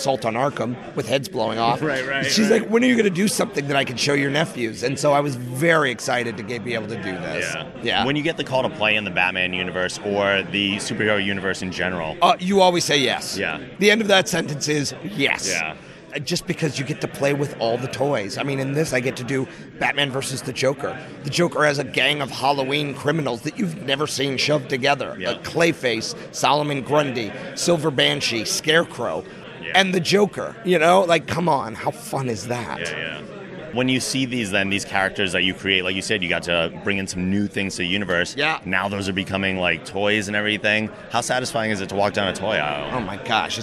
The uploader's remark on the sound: SDCC 2015 Interviews